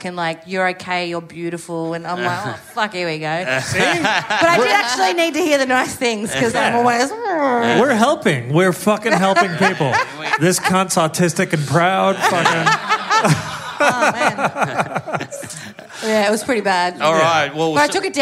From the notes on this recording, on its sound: Live in Perth! A killer live episode.